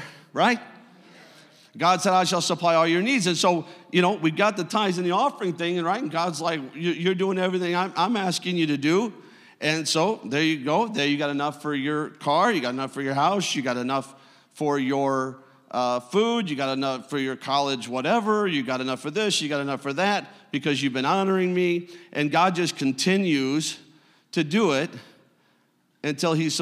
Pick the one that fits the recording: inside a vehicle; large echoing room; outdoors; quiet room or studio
large echoing room